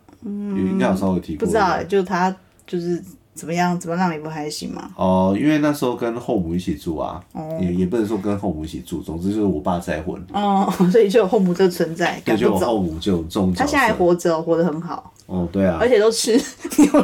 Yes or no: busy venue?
no